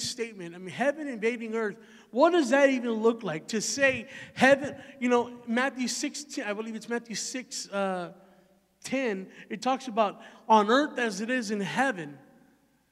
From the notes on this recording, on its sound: Recorded live at the Emerging Streams Apostolic Center in Stryker, Ohio.